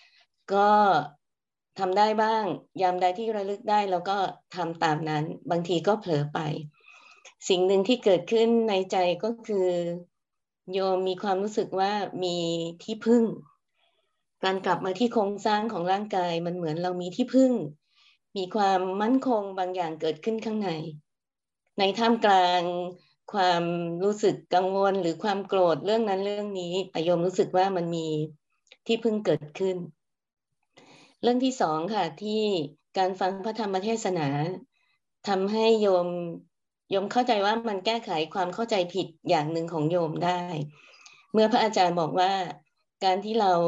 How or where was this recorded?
video call